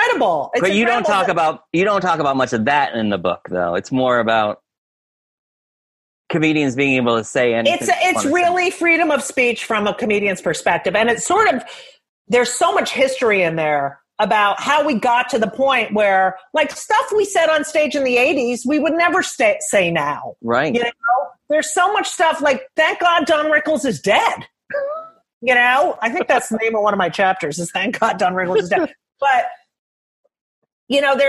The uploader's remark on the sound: Willing to talk to me during quarantine over Zoom.